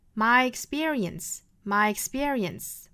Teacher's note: 它的口型呢并不是像 ye 这样的到位，而是就要到这个 ye 的这个口型了呢，到中间的部分就过渡到下面一个元音了 · Term: 连读的这个加音